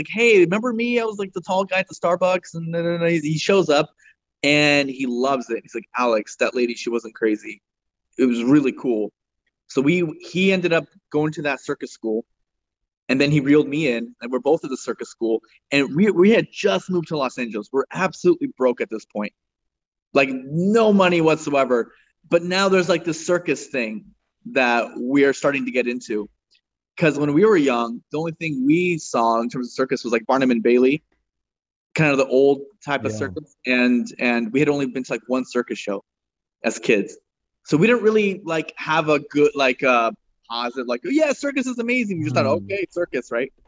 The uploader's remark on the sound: Over Zoom